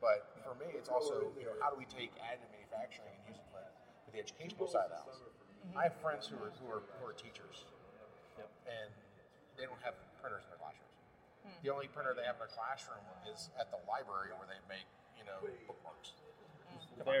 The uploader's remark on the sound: We're coming to you from Rapid+TCT 2023, the premier conference for additive manufacturing and 3D printing.